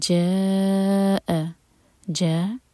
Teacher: مد متصل حمزہ پر cut off sound